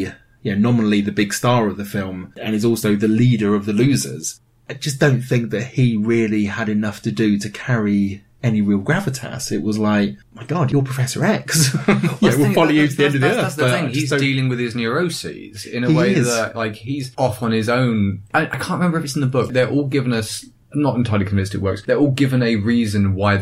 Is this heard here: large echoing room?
no